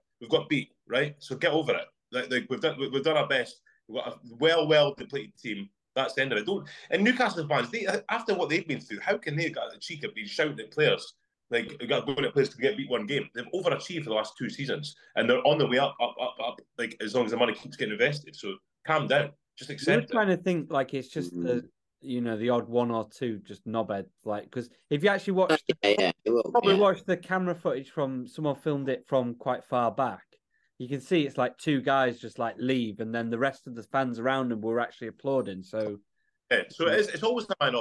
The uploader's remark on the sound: Jumping back on Zoom.